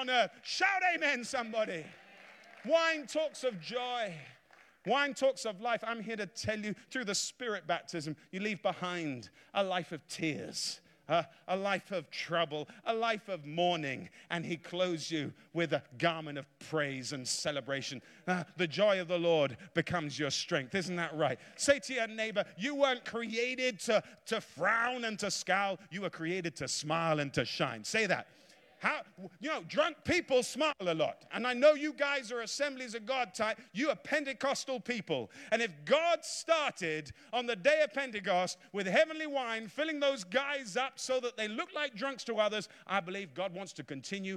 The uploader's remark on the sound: Preached in a revival meeting in Florida.